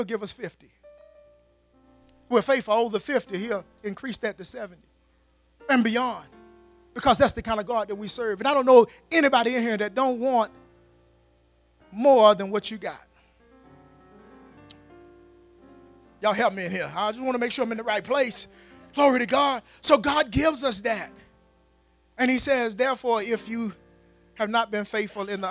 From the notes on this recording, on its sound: at Faith City Church in Clayton NC